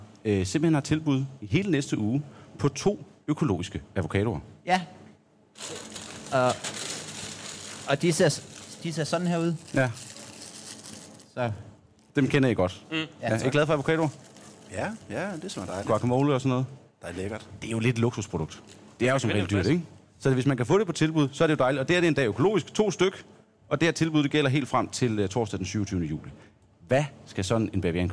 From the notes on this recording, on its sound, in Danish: Live fra Meny Rødovre. Tilbuds-tourbussen har nået næste stop, som er Meny Rødovre.